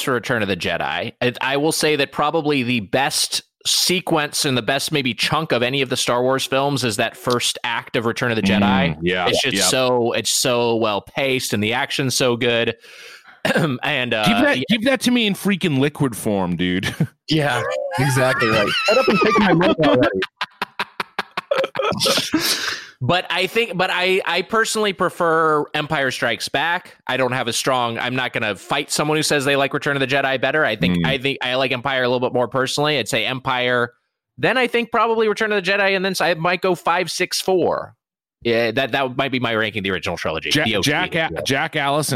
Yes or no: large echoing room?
no